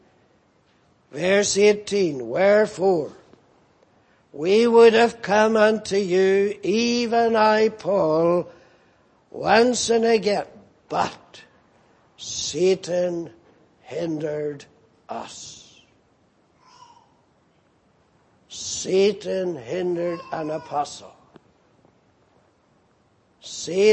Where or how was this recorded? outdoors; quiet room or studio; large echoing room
large echoing room